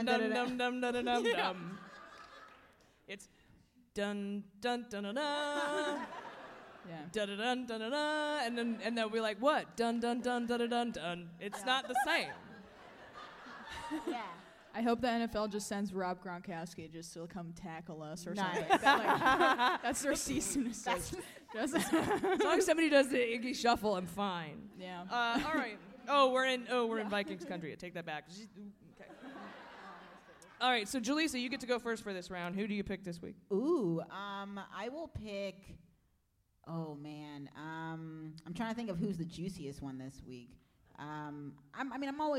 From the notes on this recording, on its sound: Please enjoy this recording of our live show at The Parkway Theater in Minneapolis!